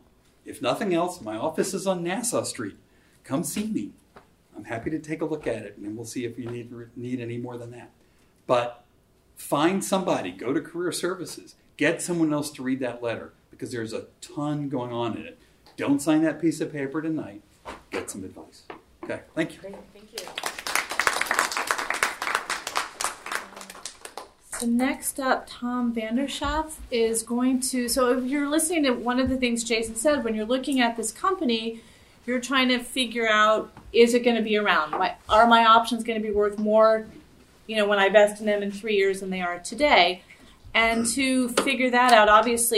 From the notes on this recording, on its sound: workshop held by Princeton Entrepreneurship Council and Princeton’s Center for Career Development on February 10, 2020.